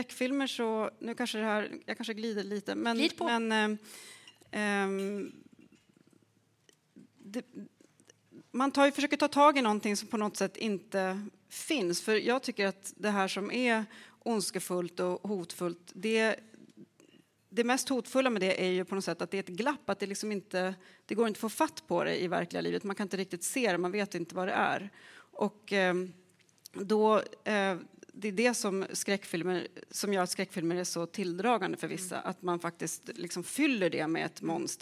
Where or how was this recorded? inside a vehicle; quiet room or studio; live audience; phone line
live audience